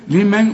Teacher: لمن دي عايزة غنة لأن بعدها كاف والكاف من حروف الإخفاء